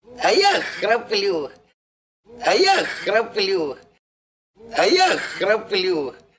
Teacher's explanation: ИК-7, его характерная примета – это прерывистость, когда вот что-то наступает на горло нашей песни, и звук на доли секунды прерывается или имеет тенденцию прерываться.